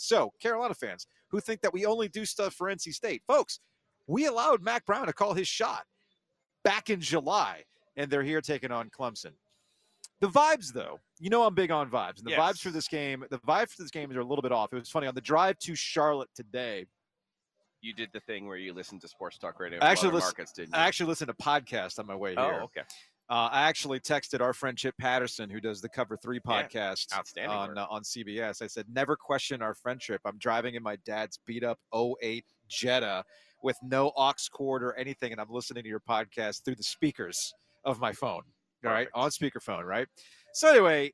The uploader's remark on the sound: Live From ACC Fan Fest In Charlotte. Live from Fan Fest outside of Bank Of America Stadium in Charlotte ahead of the ACC Championship game.